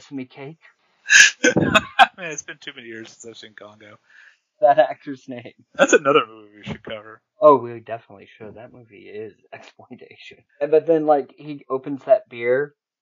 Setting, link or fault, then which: fault, poor sound quality